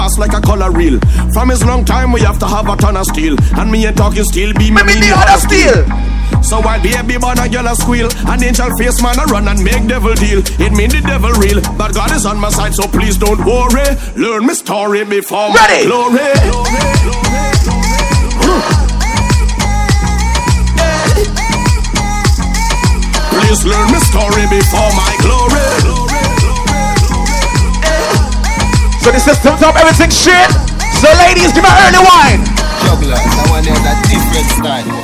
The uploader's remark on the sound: LIVE AT FOF POOLSIDE OCT 2015